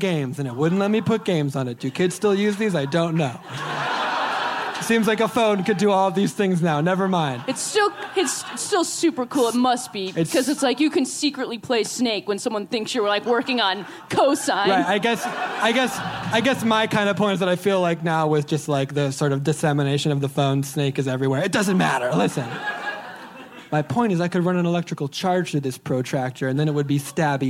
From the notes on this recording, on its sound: LIVE from Chicago PodFest. Live with the first of two shows from Chicago PodFest.